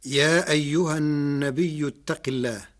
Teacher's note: قرأ ورش كلمة النبي بالهمز بعد الياء الساكنة فتصير مدا متصلا يمد قدر 6 حركات